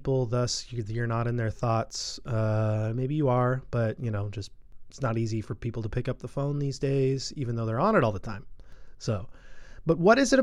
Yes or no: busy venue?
no